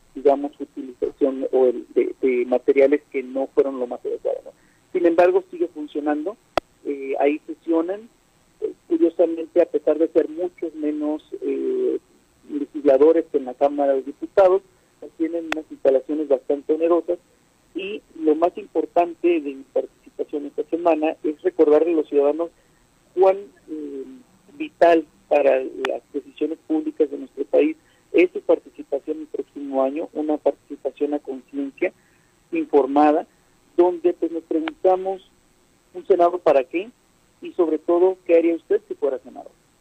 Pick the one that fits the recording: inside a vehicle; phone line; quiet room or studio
phone line